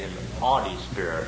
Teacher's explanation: lots of the times people wouldn't even pronounce the H